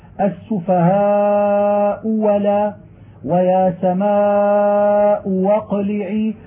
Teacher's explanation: فإذا كانت الهمزة المفتوحة لينت بأن أبدل منها حرف غيرها لفظت بالحرف الذي هو بدل من الهمزة خالصا لا يشوبه غيرها، نحو الهمزة الثانية من قوله تعالى: السفهاء ولا ويا سماء واقلعي، تلفظ بهما وشبههما في موضع الهمزة الثانية بواو خالصة مفتوحة